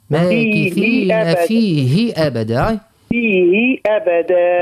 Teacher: ورد بالك ما نعملوش مد بعد الهاء